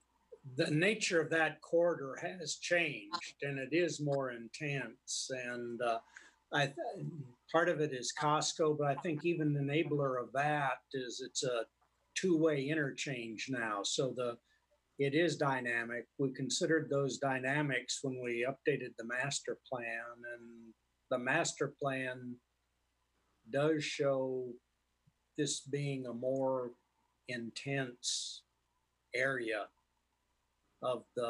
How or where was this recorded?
video call